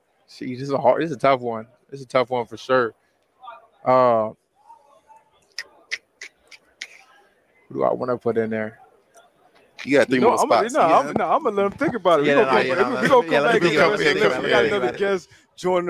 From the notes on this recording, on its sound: LIVE FROM MEDIA ROW AT THE SUPER BOWL